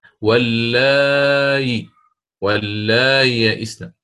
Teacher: ليست همزة مكسورة وليست ياء خالصة الكسر مسهلة، واللاي واللاي يئسن مع الإشباع في المد، وله أيضا القصر. · Term: تسهيل الهمزة